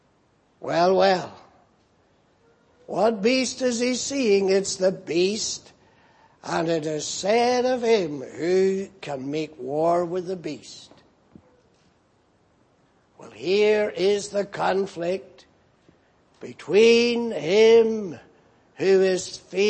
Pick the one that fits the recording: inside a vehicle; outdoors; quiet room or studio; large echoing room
large echoing room